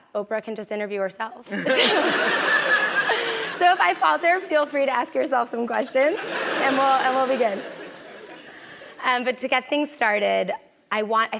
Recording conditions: live audience